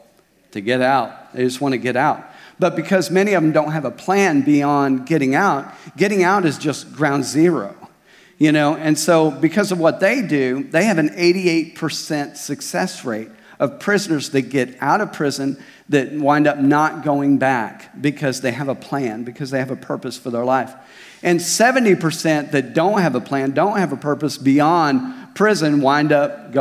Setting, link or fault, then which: setting, large echoing room